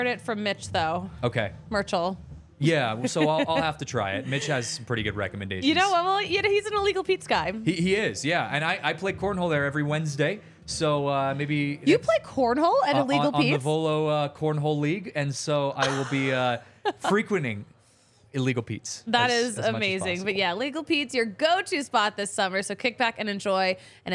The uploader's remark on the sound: recorded LIVE from the DNVR studios and Colfax & York!